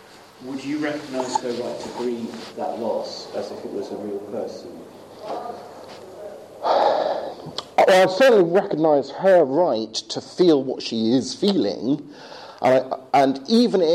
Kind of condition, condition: setting, large echoing room